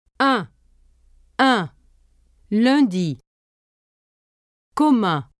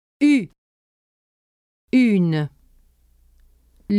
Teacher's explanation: Un is made of only one sound, the nasal vowel un, while une has two sounds, the vowel u as in tu and the consonant n. Let the air go through both your mouth and your nose when you pronounce un. · Shown in: first take · Don't pronounce the letter n. · Let the air go through your mouth only when pronouncing the vowel sound u in une, and do pronounce the n.